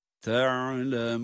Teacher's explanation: Yine uzatarak ve nunun da gunnesini belirterek. · Term: Meddi arız